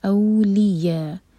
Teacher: یا پر مد ہے، اس کو ہم چار حرکا کھینچیں گے، مد متصل ہے